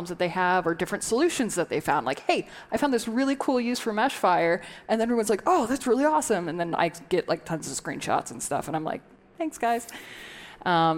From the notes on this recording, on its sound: At the Seattle stop of the Inside Intercom World Tour. A panel of founders from local startups.